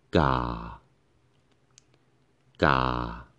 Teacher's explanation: The low tone, the sound start like in the middle and then falls down.